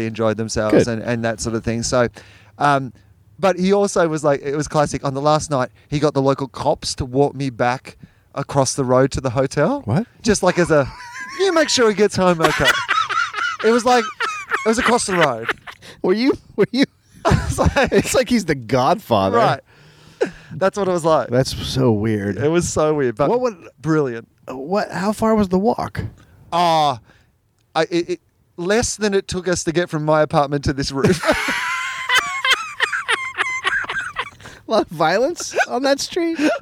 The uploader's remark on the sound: On the roof. The sweet sounds of LA at night.